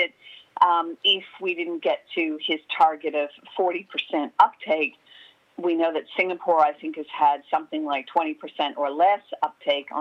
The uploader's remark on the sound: phones